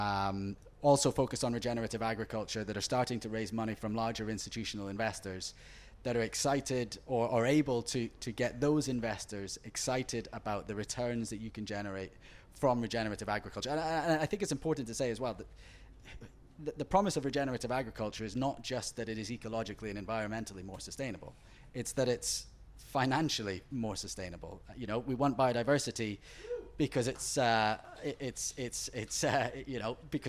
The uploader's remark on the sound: Recorded live at Groundswell Agriculture 2023.